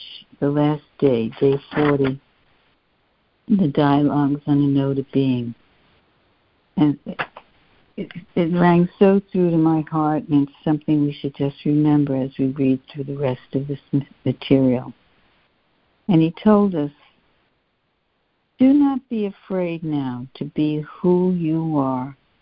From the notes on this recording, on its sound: A Course in Miracles [ACIM] Students are joining together on a Free Conference Call to study A Course of Love [ACOL], scribed by Mari Perron, First Receiver.